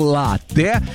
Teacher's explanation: слово итальянское, ударение там стоит на первый слог, латте. И вот, несмотря на обилие гласных, произносится твердо, без мягкости, латте.